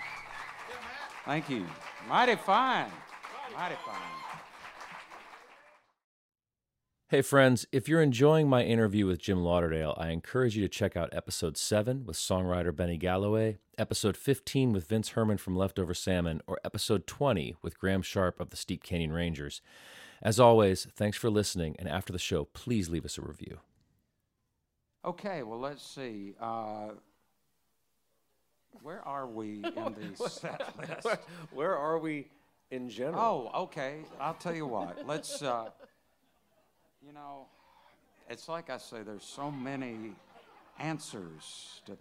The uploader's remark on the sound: This episode was recorded live at The Grey Eagle.